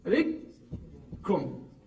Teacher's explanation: كاف ساكن زائدا كاف مضموم، تصير كاف مشدد مضموم